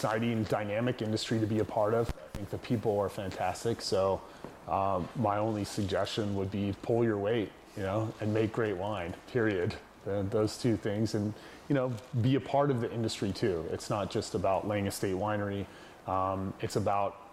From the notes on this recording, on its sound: This video contains a bit of static audio.